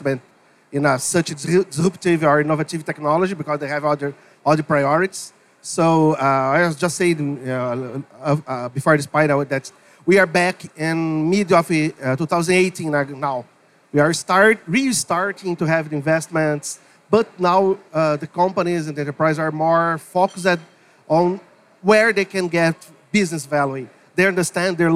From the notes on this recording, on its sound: a live onstage panel as part of Blockchain Rio, on our very own Blockchain Insider stage!